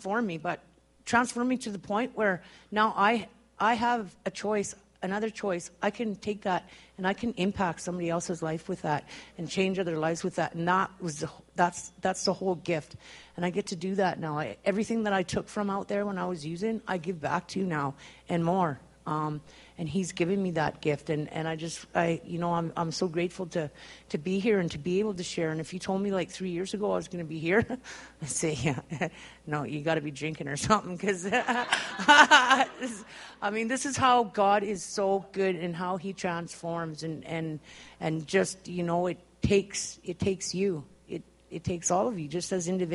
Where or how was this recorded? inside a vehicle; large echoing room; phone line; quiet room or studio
large echoing room